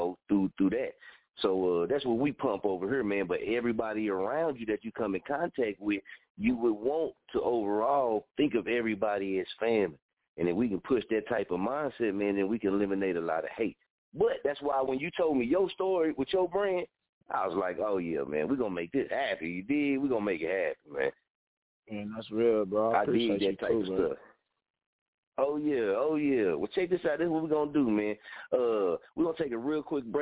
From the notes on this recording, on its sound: Tonight we have few guest callers calling in and will be speaking with us.